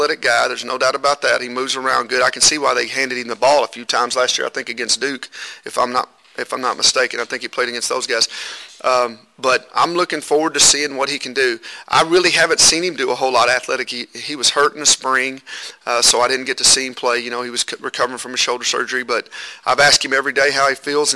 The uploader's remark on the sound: Q&A from KU football media day (Press Conferences & Post-Game Interviews)